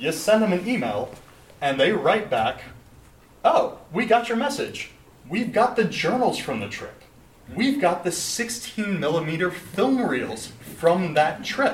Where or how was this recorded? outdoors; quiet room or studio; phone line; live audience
live audience